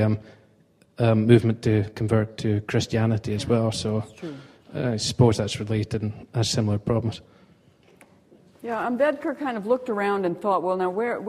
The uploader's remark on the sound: Recorded on 30 April 2009 at The University of Edinburgh.